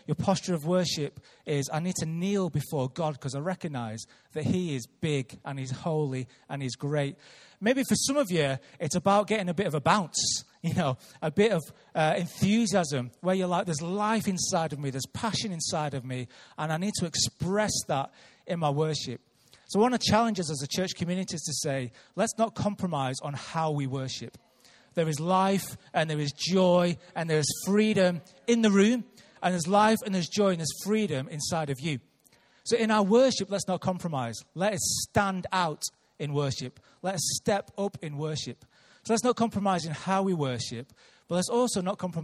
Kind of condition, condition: setting, large echoing room